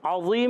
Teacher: عین ادا ہوتا ہے حلق کے درمیان والے حصے سے